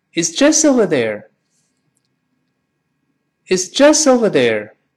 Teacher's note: 那个 just 最后那个 t 失去爆破